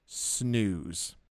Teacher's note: the long vowel followed by the z sound